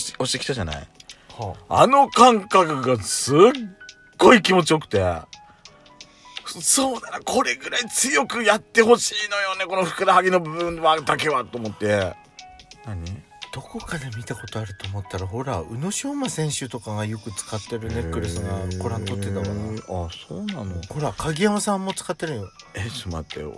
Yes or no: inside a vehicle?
yes